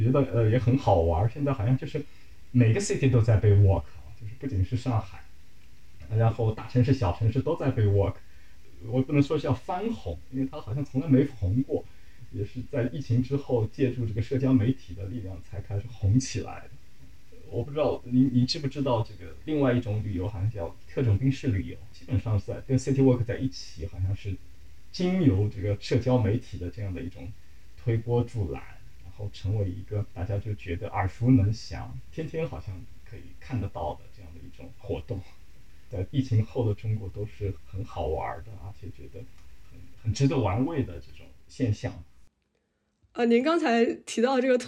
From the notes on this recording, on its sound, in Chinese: 录制条件所限，本期录音存在不可逆转的音质损伤